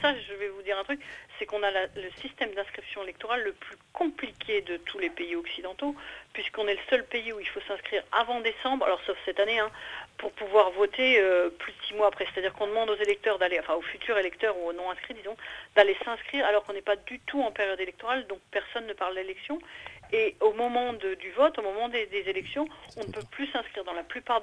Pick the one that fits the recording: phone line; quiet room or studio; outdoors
phone line